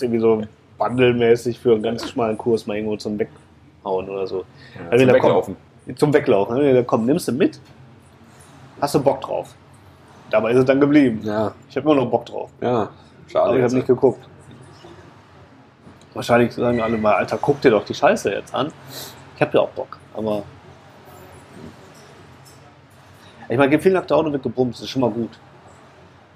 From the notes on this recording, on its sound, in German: Diesmal auch mit besonders atmosphärischen Ton :-) Erika´s Braterei in Mülheim/Ruhr